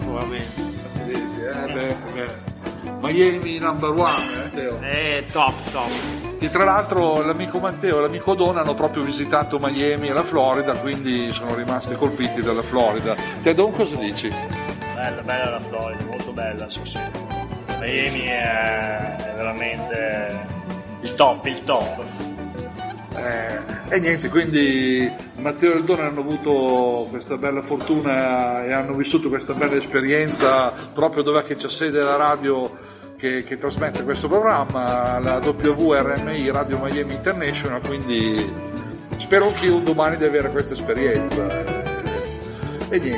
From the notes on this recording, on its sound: LIVE SHOW FROM PIZZERIA IL MAGGIOLINO-(Piacenza-City).